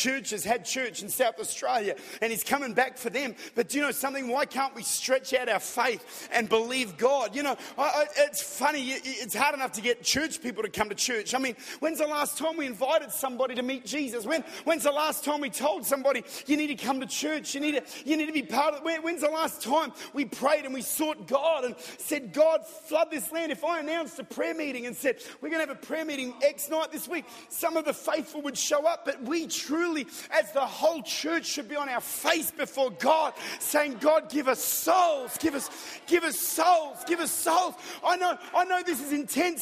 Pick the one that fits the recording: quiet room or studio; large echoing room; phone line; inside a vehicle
large echoing room